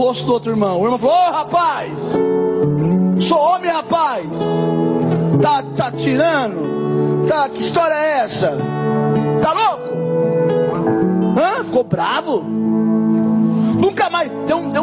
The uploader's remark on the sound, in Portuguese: Mensagem gravada em 28/01/2024 - Culto da Família